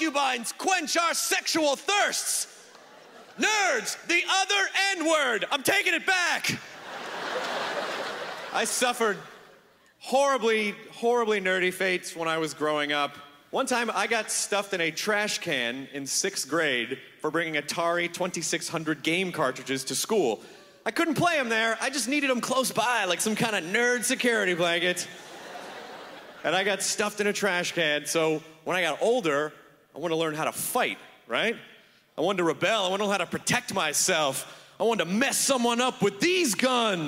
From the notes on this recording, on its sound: brings his nerdy self-depricating style to the 2011 Just for Laughs Festival in Montreal